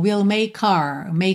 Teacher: Então, muitas vezes, não só em letra de música, mas até pessoas falando no dia a dia, reduzem bastante a pronúncia dessa palavra. Então, de our, ela vira R.